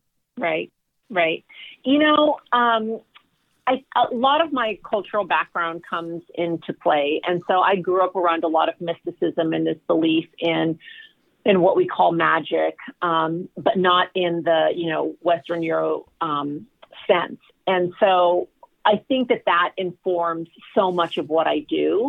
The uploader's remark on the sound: joined our 4-Timers club when he called